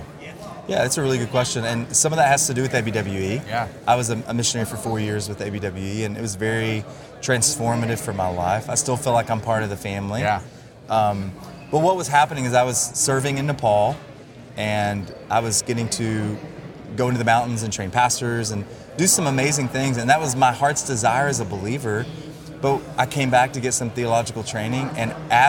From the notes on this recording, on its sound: exclusive interview recorded at the final Together for the Gospel conference.